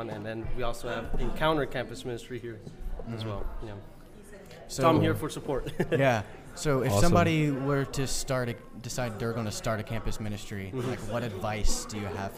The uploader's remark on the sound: Live at STX CMI conf. On-site at the South Texas Campus Ministry International Conference at UTRGV.